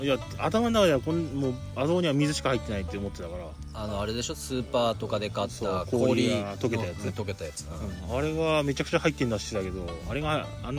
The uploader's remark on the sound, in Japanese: 久しぶりに空き地にての収録！収録中に予約を取ることに。。。